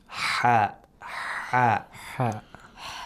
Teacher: We are narrowing down the pharynx wall. And we create constriction in this way. And when air passes through the pharynx in such a state, we hear the sound of ha, the distinctive sound of ha, which is said to have buha.